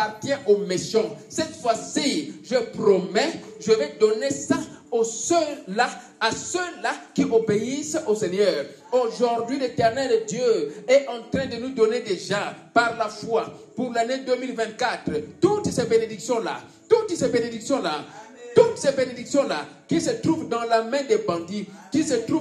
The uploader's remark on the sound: Sunday Live Service